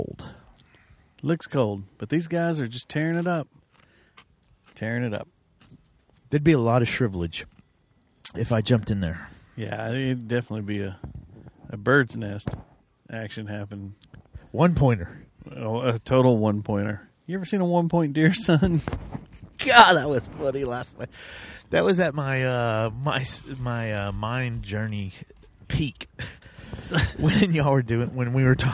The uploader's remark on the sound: Road Trip: Junction, Texas. We were out on the road this past weekend and decided to do the show in the heart of the hill country, Junction Texas. We recorded it on the banks of the South Llano River with an audience of kayakers and white-tailed deer.